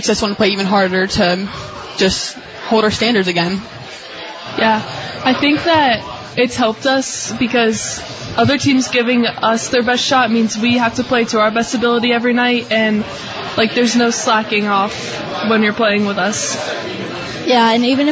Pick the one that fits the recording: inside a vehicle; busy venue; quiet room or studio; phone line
busy venue